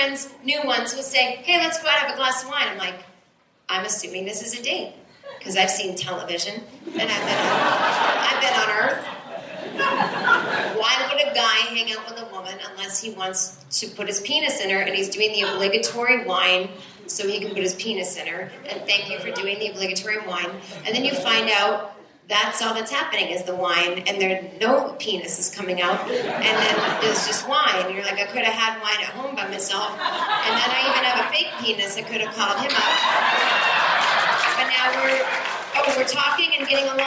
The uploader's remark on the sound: This is the second hour of the long-ass stand-up show that was recorded at the Bellhouse in Brooklyn September 2014.